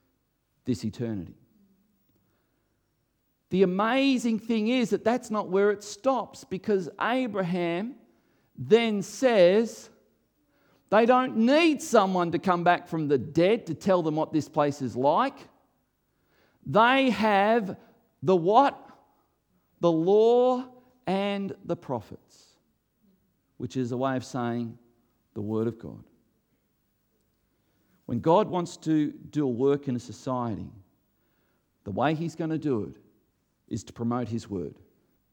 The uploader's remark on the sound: recorded before a live audience